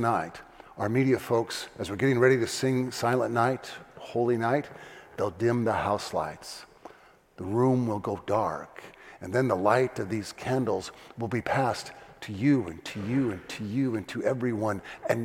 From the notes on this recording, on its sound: First Community Church. Delivers his Christmas Eve Sermon "Rejoice" from the 9PM Festival of Lessons and Carols Service.